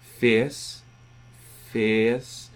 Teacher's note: There's a tiny little relaxation and falling towards the center at the end, but it's almost predominantly e, fleece, fierce, fierce.